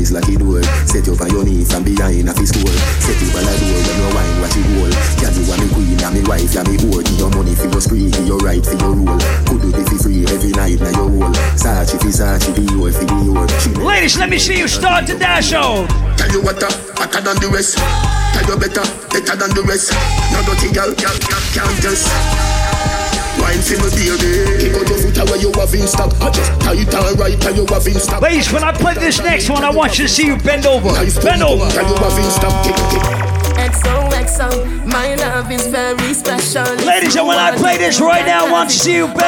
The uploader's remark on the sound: Live audio recording of my set at island saturdays on december 3rd.